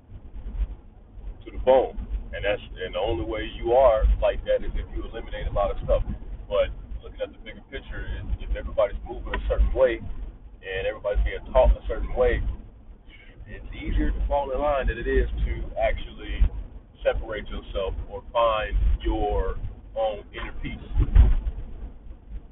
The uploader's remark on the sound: audio is ruff I recorded it in my car while driving